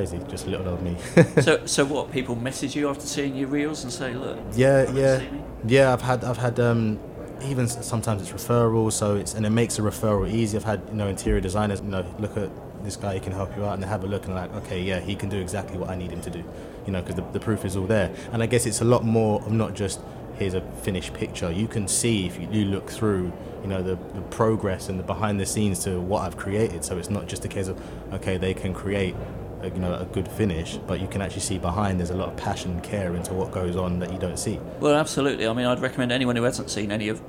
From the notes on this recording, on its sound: Recorded at ISE 2023.